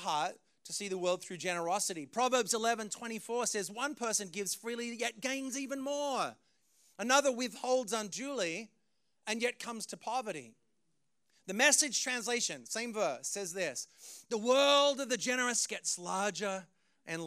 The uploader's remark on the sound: Preached this message on June 18th at our Brooklyn community.